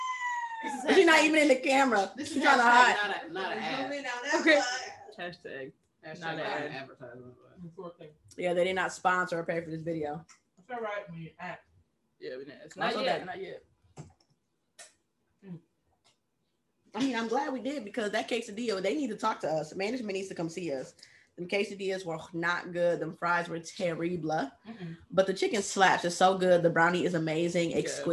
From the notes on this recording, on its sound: Excuse our sound quality this week as we took the show on the road and endured some technical difficulties while all trying to record in the same room.